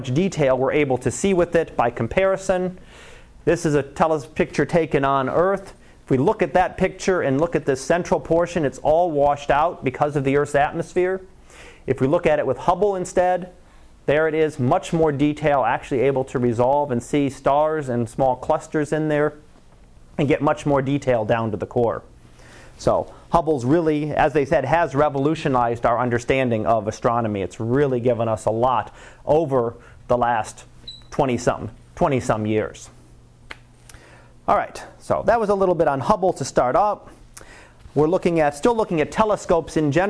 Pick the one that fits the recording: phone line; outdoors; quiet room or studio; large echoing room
large echoing room